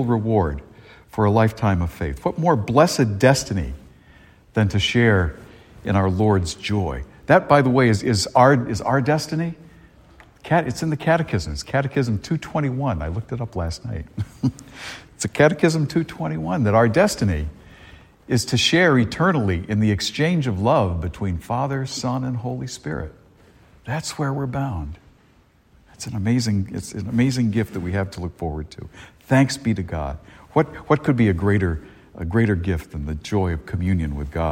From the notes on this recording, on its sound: A homily delivered at Star of the Sea Church in Salisbury, Massachusetts